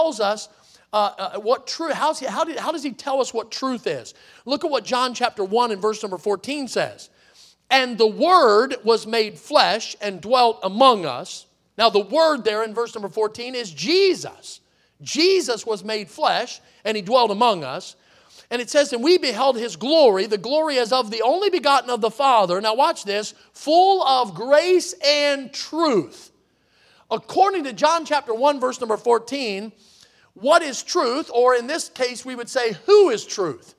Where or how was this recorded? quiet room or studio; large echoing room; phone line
large echoing room